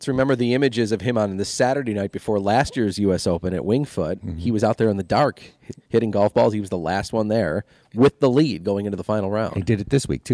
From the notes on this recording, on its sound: US Open Special live from Pendleton Creek.